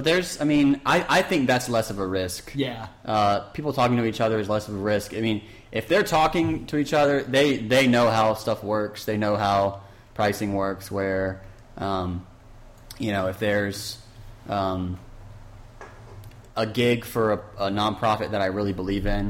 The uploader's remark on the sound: Forgive the echo in the audio. New microphone and live interview gave us some issues.